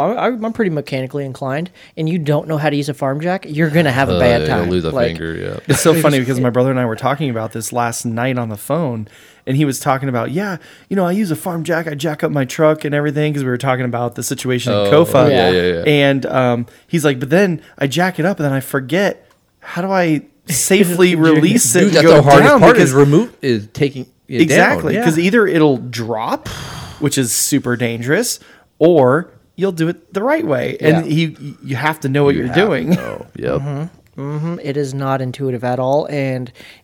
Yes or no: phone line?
no